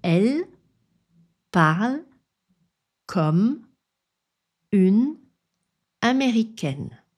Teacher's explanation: Ces E ne sont pas prononcés et ce que l'on entend, c'est un son de consonne. On reforme donc les syllabes de façon un peu différente par rapport à l'écrit. · Term: Tous les sons sont enchaînés